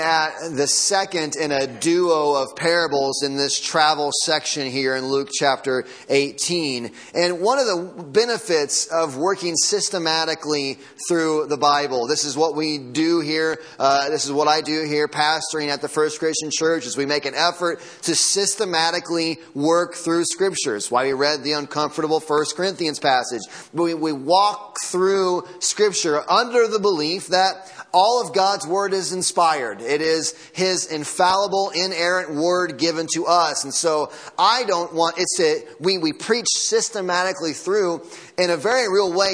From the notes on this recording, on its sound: Sunday morning sermon audio